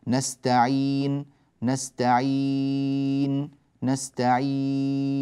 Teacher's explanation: جاء في هذه الياء حركتان، 4 حركات، 6 حركات · Term: المد العارض للسكون